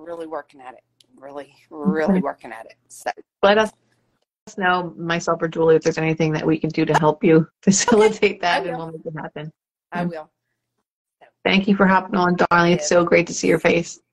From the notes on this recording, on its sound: testimonials from Instagram Live